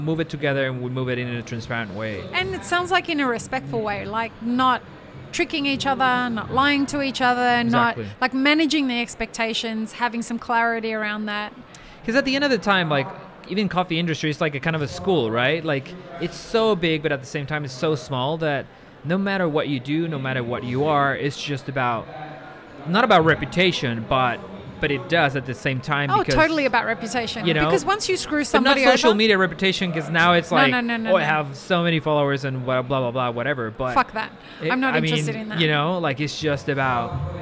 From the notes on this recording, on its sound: Live at WOC Dubai. Live-streamed from the show floor at World of Coffee Dubai 2024.